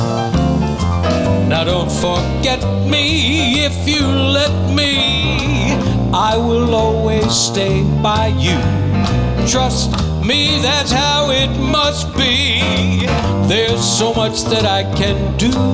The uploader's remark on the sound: Live at the South Point Casino